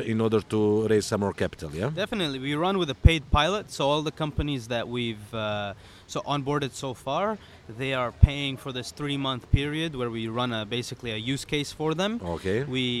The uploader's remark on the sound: In this episode of The Change Officer podcast recorded at the Step Conference in Dubai.